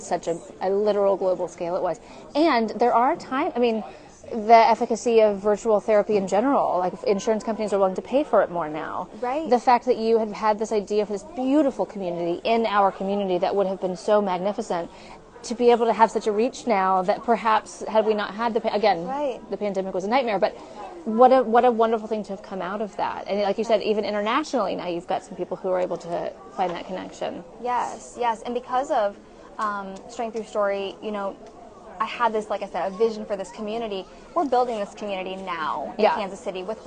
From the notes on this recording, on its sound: LIVE at Postpartum Support International’s Climb Out. Coming to you LIVE from Postpartum Support International’s Climb Out of the Darkness event in Kansas City, MO. We had a bit of a tech issue up top. Did I mention we were LIVE?